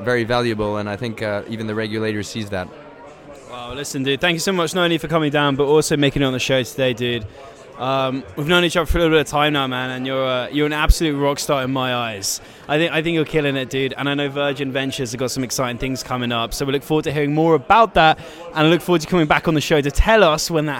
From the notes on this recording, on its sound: In today's episode comes to you live from SVK Crypto's biggest event to date